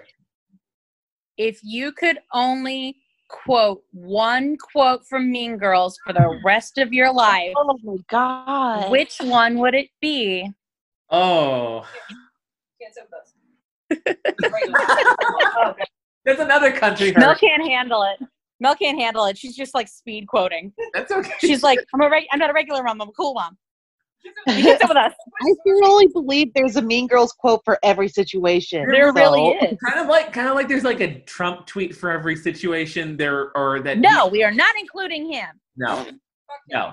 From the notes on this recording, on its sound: We're back amid the COVID-19 pandemic as we do our best with Zoom to deliver you an episode.